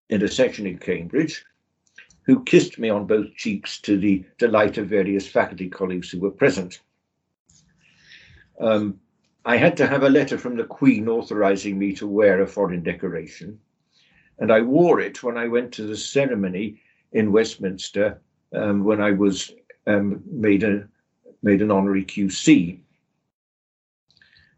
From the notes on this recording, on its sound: The interview was recorded online